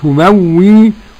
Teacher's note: نقف تبوي تبوي ماشي، أو تبوي بالإشمام، تبوي ونشير بالشفتين